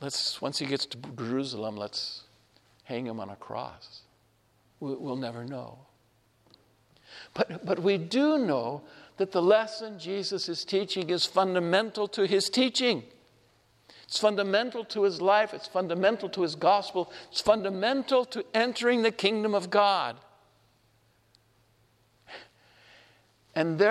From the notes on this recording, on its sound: This homily was shared at Our Lady of Fatima Church in Spokane, Washington